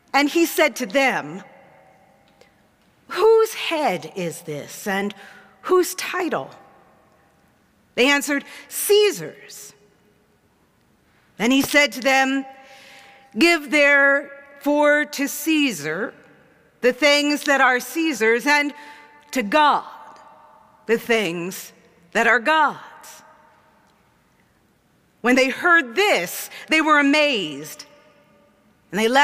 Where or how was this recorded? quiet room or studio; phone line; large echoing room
large echoing room